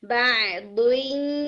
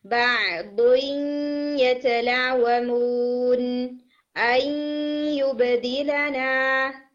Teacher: یا کے اوپر آ رہا تھا تو تھوڑا گنا کم ہے، ناک کی طرف تھوڑا ساؤنڈ کو اور پش کریں، 50% ساؤنڈ ناک میں ہونی چاہیے · Shown in: second take · Term: ناقص ادغام